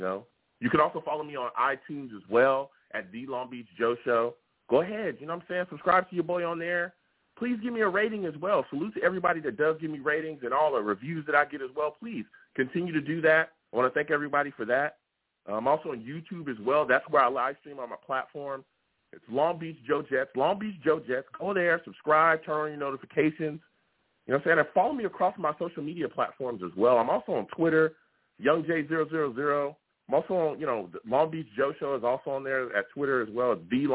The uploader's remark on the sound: I’ll also take live callers!